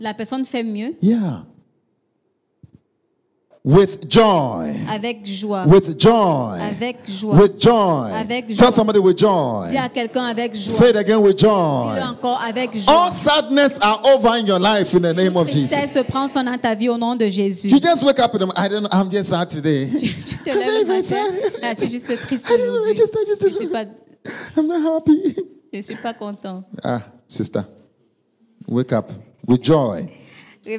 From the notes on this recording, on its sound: Preached during Joyful Hour Sunday Service